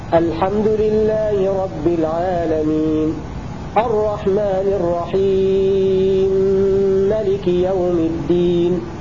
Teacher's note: هذه رواية السوسي بإدغام المتماثلين الكبير، وله كما هو معلوم القصر والتوسط والطول.